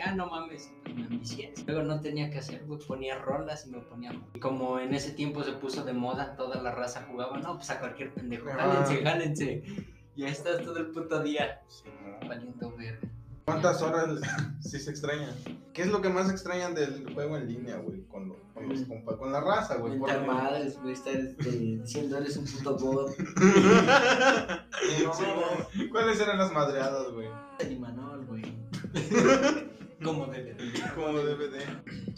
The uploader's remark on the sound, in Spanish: Primero que nada banda una disculpa por el audio. No se grabó en las condiciones más óptimas.